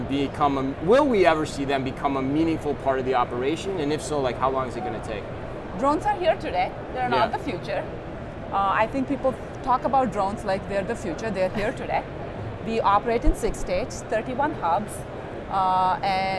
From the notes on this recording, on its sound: Live From NRF 2024.